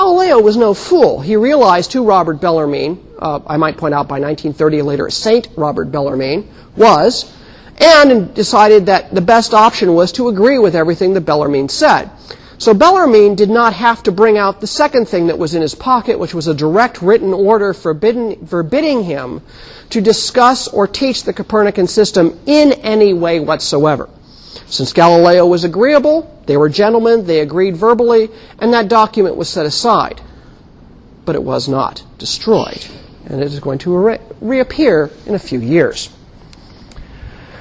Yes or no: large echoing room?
yes